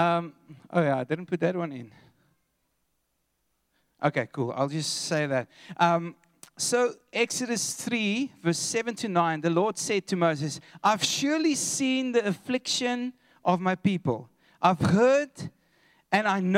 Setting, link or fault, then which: setting, large echoing room